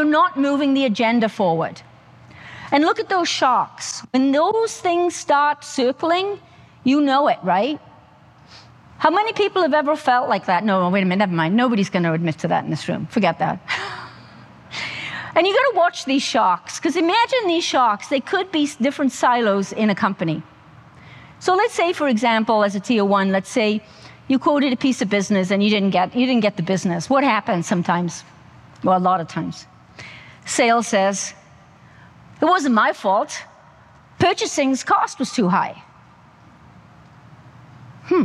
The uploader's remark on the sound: The audio from the highly energetic and engaging speech at the Centre for Automotive Research conference. The audio from the highly energetic and engaging speech at the Centre for Automotive Research conference, Management Briefing Sessions In Traverse City, Michigan. The audio refers to slides in the presentation.